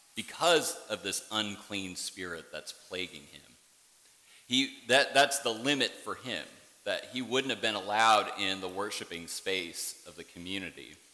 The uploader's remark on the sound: worship service at Warrenton Presbyterian Church